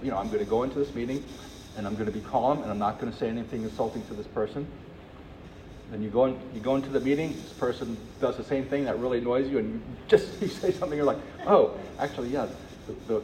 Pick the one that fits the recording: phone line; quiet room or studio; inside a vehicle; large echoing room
large echoing room